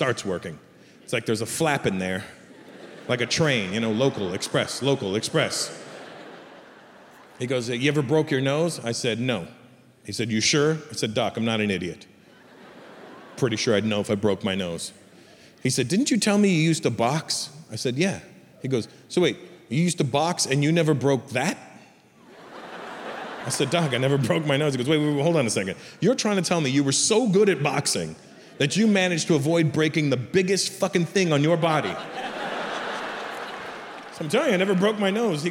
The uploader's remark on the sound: Recorded in front of a sold-out audience at Mumbai’s NSCI Stadium.